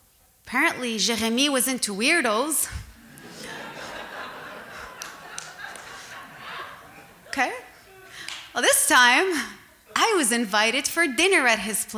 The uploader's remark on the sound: At the Centaur Theatre in Montreal. It was our first live show in two years, and what a thrill it was to be back in front of a live audience.